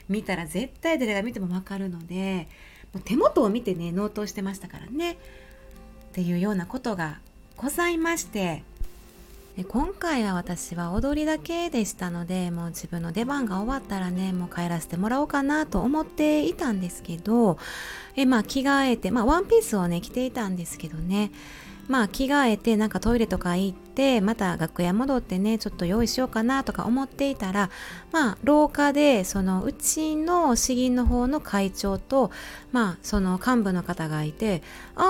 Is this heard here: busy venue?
no